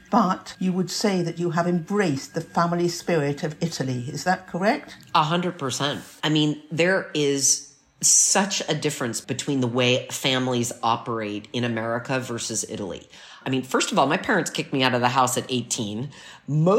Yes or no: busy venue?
no